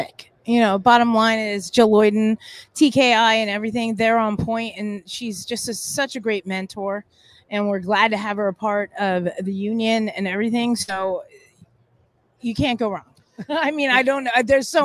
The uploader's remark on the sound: Live From Convention. Meet US in Exhibit Hall D On Media Row! We are Live At The NWSL Draft in Anaheim CA.